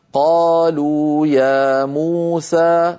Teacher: هذه خمس مدود متتالية طبيعية متساوية في الزمن، كل واحد منها مد طبيعي.